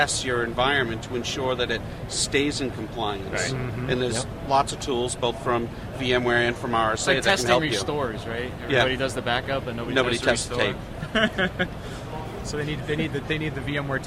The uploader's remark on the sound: Live from VMworld 2011